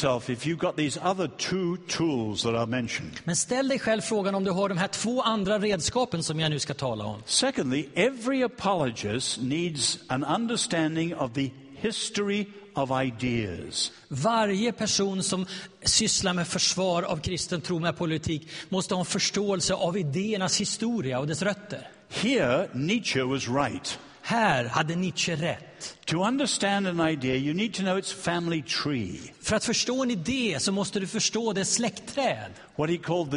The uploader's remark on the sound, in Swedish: Inspelad vid Apologiakonferensen i G&#246;teborg 2012-09-28